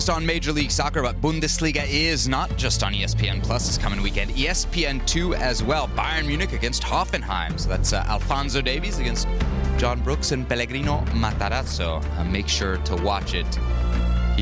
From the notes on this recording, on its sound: live from Miami for MLS Media Day